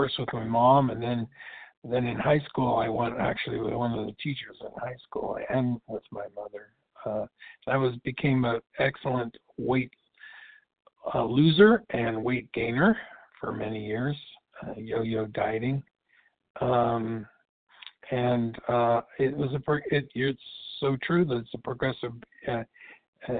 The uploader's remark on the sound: qualification from the 100 Pounders Phone Meeting